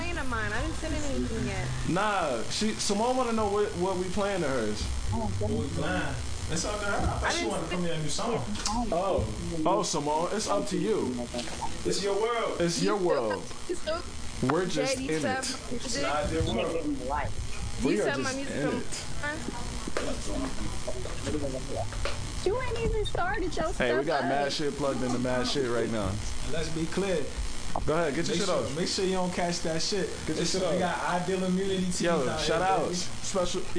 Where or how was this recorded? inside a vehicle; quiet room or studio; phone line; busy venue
busy venue